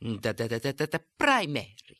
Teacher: going up in pitch to the climax, then dropping back down · Term: primary stress